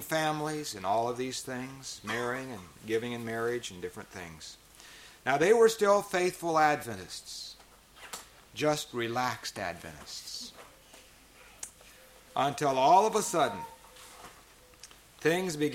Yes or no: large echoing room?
yes